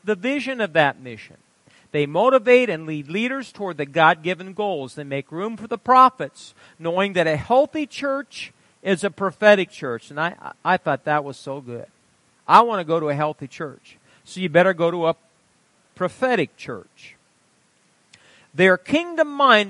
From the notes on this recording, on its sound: Wednesday Night Service - Audio.